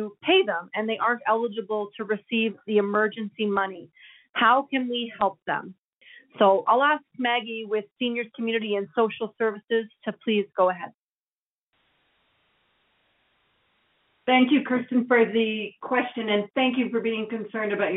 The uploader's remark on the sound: Albertans evacuated due to the wildfires are invited to join a nightly telephone town hall for situation updates and answers to questions.